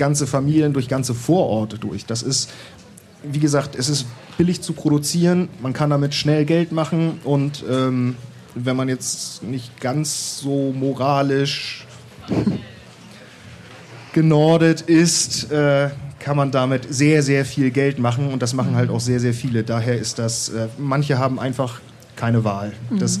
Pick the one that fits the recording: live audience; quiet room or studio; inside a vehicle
live audience